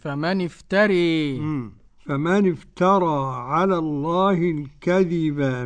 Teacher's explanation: وقرأ بالإمالة الكبرى أبو عمرو وحمزة والكسائي وخلف العاشر بالإمالة الكبرى